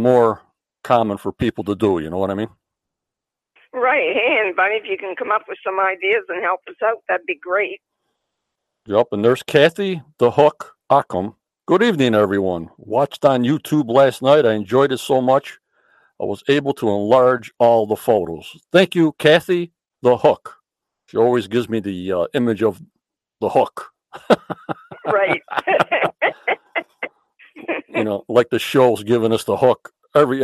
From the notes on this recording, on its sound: ON THE PHONE WITH HER SYNOPSIS.